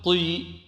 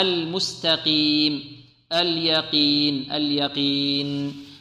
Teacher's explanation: القاف في أقل مراتب التفخيم · Shown in: second take